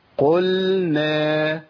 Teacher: مهم ان اللسان ينحرف انحراف ايه؟ قليل، ناحية الحافة، من الطرف للحافة، أقول إيه؟ قلنا، وأرجع بالثانية تمام على طول لمخرج النون، يبقى إيه؟ · Term: الانحراف في اللام